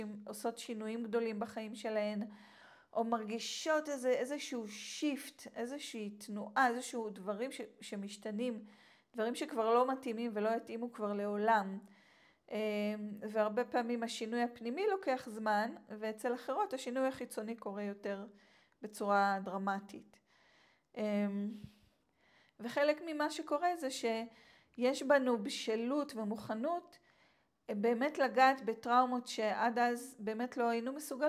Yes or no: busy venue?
no